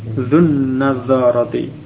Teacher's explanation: Kemudian diikuti mudhaf ilaih an-nadharati ya, dengan alif lam dan lamnya masuk ke nun ya